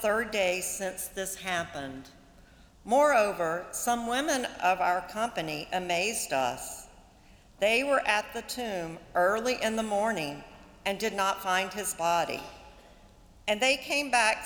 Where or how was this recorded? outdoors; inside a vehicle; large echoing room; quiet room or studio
large echoing room